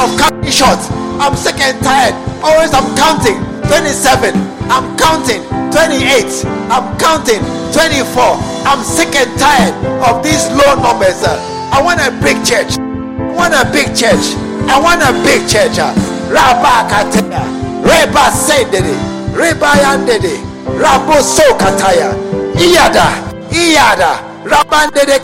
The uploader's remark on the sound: A message preached during SAT service at The True Vine Cathedral, Bantama.